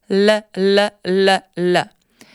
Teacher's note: La pointe de la langue se connecte avec le haut du palais, puis descend juste en bas, derrière les dents du bas. · Term: le son L